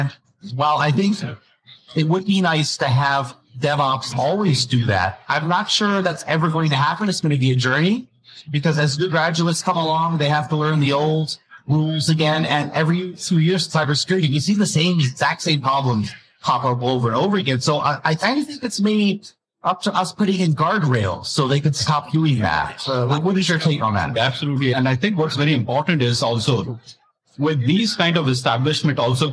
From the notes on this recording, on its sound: Recorded at Cisco Live '23. Recorded live at Cisco Live 2023.